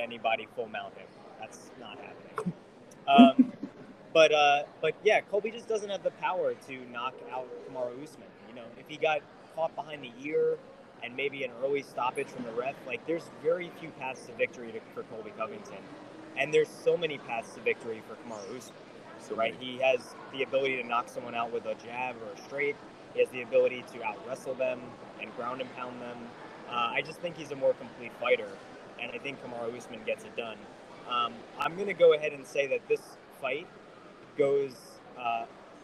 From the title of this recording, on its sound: LIVE FROM MSG